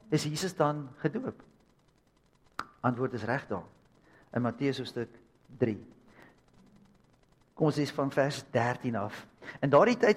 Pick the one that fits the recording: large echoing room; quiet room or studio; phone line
large echoing room